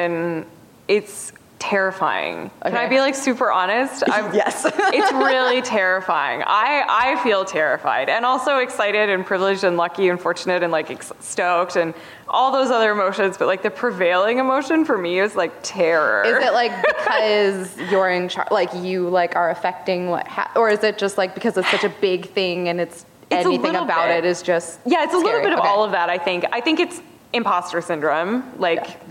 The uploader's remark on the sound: LIVE from SDCC. San Diego Comic Con, for inviting us back for a second year to do a live podcast recording!